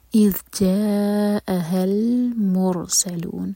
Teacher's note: لام ساکن پر قلقلہ نہ ہو، را ساکن ہیوی ہوگا اور سین پر سیٹی والی آواز